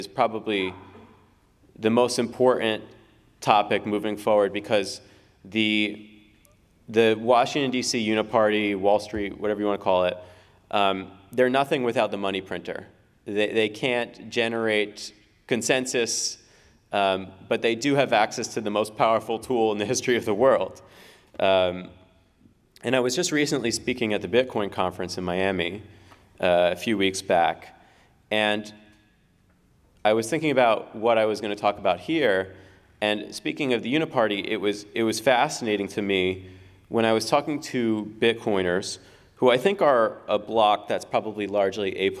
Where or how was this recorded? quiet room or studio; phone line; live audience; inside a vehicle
live audience